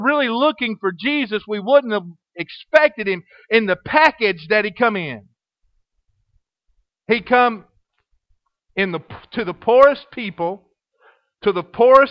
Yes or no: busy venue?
no